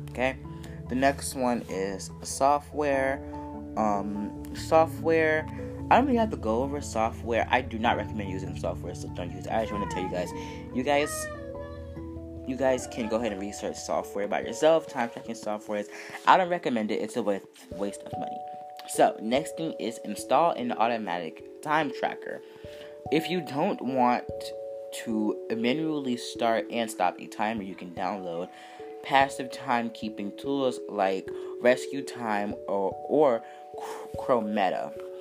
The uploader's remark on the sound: please excuse the unnecessary background noise